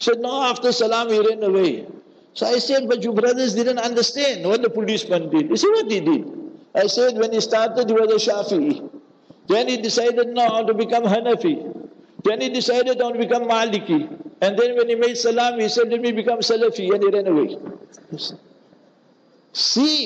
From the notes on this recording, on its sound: Local Jumah Lecture At Masjid Al Hilal